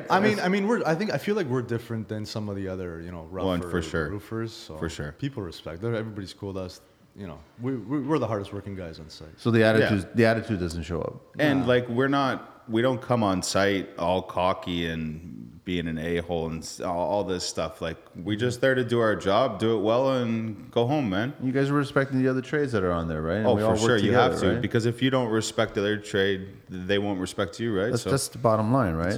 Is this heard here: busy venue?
yes